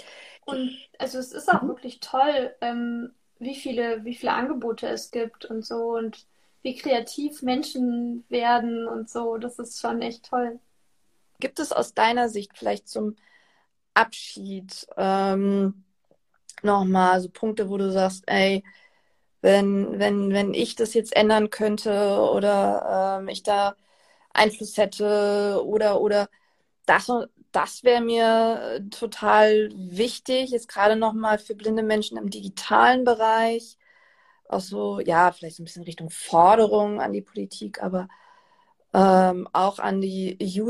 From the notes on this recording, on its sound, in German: In einem Instagram-Live sprach sie am 27.